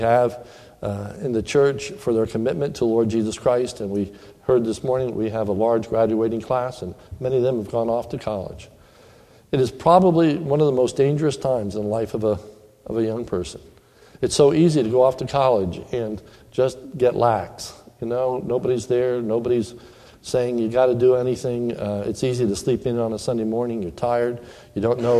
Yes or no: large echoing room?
yes